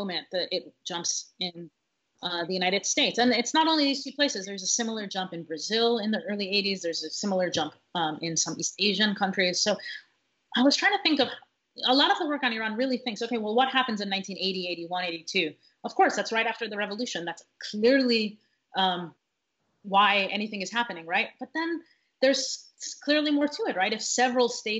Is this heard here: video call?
yes